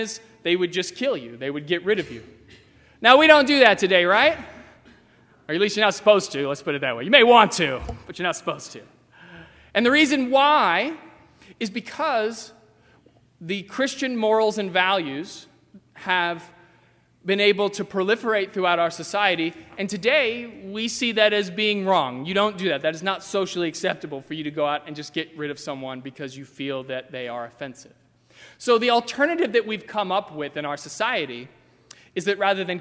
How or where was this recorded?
large echoing room